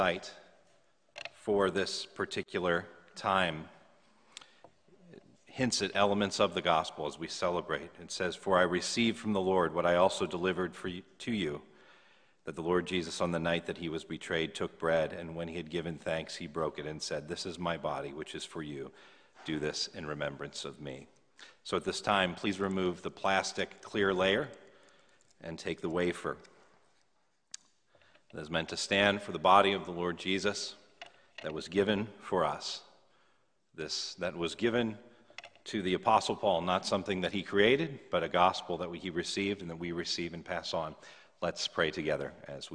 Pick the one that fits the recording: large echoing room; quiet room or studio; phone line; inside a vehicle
large echoing room